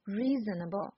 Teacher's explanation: 关于弱读呢，以后我们的发音课也会讲很多。那么第三个呢，就是很多同学都存在的一个问题，就是读一个单词的时候，把它的音节当中文来读。比如说呢，前一阵给大家纠音的时候，reasonable 这个词，很多同学会读成 reasonable。这个出来的效果就很糟糕了，这种是沿袭了我们中国的发音习惯，每一个音节都是一个字儿的感觉，reasonable 感觉是四字成语的感觉。那我们发一个单词的时候，我们要注意几点。第一个呢，重音和非重音，我们要注意到重音读的会长一点，非重音会短一点，所以不是 reasonable，而是 reasonable，re 在重音上，所以它会长一点。第二，要注意这个音节和音节之间是连在一起的，它是一个词，所以要有连贯的感觉。美语发音呢，讲究的是这个连贯，像音乐一样，所以我们不能说 reasonable 这种东西，而是 reasonable。好，那第三点，怎样把它说的连贯呢？就是要把元音拉长，而把辅音稍微弱化一点。不是弱化，不是